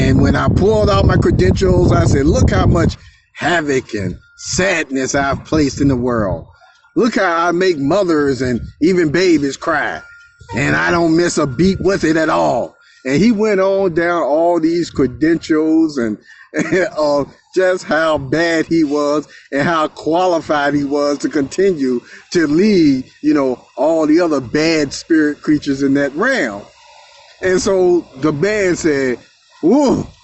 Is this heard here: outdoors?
yes